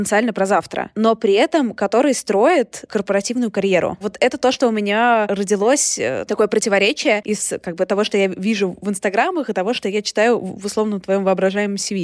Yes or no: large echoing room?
no